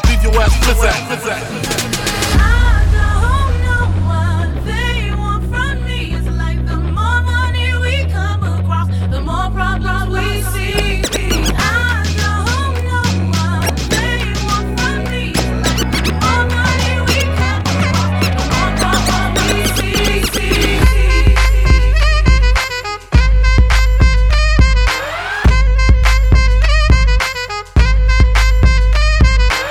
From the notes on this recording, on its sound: Played a killer set at Victoria Secret PINK couple weeks back and had the record button engaged